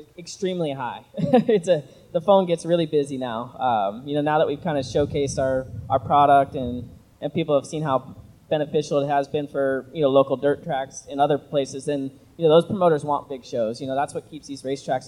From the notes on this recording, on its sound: Live from Lernerville Speedway. On stage in front of the front stretch grandstands for a live taping.